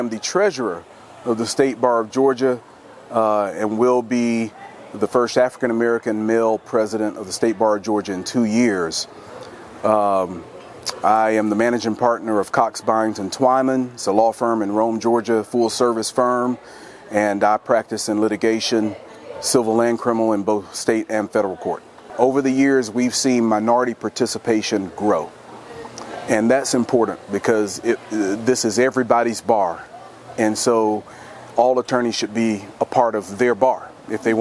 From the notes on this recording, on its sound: at the 2023 Annual State Bar of Georgia Conference